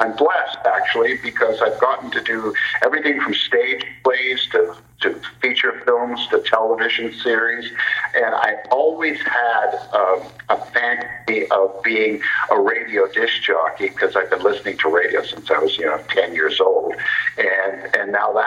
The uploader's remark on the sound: Via phone.